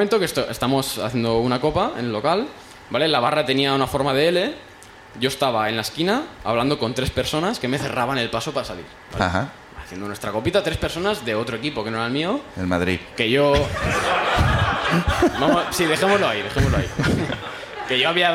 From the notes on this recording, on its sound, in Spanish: El público también sube a contarnos